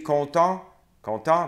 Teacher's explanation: the last T isn't pronounced